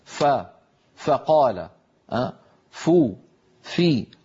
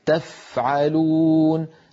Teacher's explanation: فالمتحرك فيه همس، يعني لما نقول ف فقال فو في، كل هذه الفاءات فيها همس، لكن تفعلون نفس الفاء الساكنة همسها أوضح · Shown in: second take